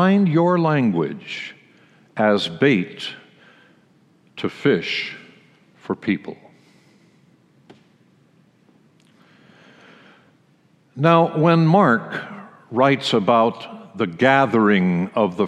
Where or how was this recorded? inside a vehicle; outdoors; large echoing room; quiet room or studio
large echoing room